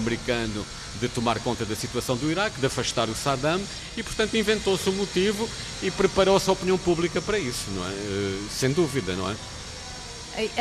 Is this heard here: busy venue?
yes